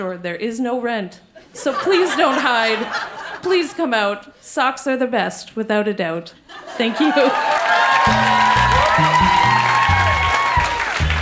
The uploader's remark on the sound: Recorded live in Vancouver, BC.